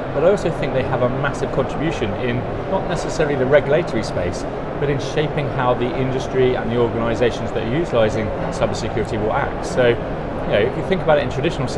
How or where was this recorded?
busy venue